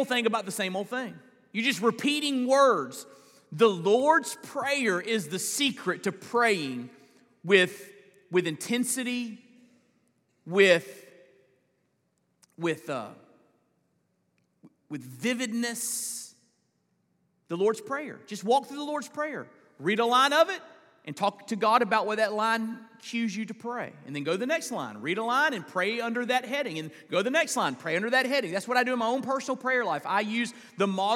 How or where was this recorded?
large echoing room